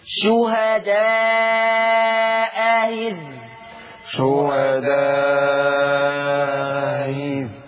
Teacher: لما تجيني الهمزه الاولى ايه؟ مفتوحه، فالثانيه مسهله · Term: تسهيل